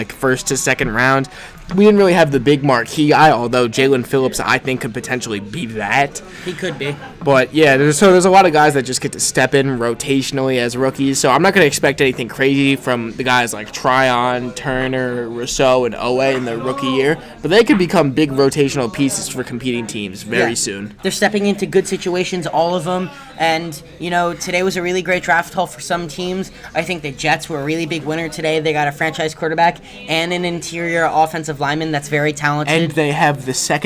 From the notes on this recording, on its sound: We recorded this episode LIVE during the NFL draft from the basement of my dorm in Wiley Hall at Purdue University where we could get live reactions to draft picks.